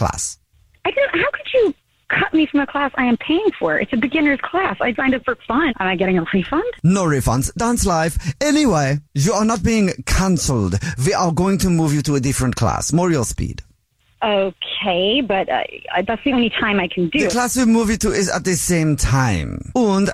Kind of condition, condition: link, phone line